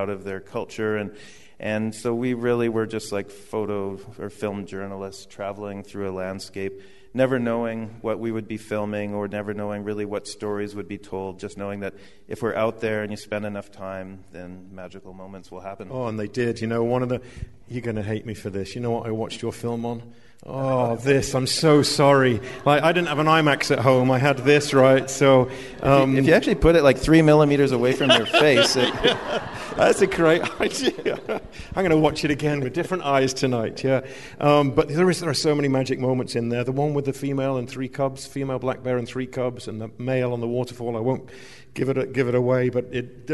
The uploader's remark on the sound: on stage at The Mountineers in Seattle